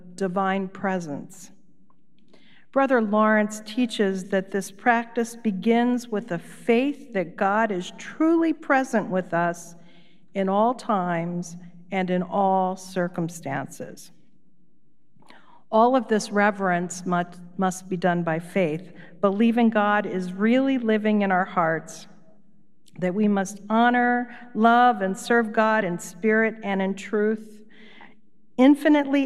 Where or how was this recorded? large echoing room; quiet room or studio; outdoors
large echoing room